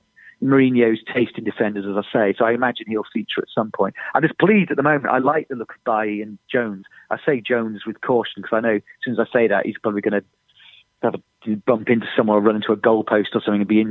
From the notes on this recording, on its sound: On the phone.